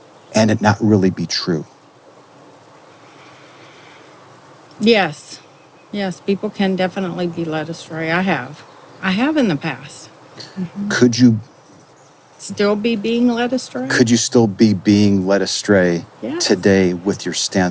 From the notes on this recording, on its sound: Location: San Antonio, Texas. Recorded w/Go-Pro.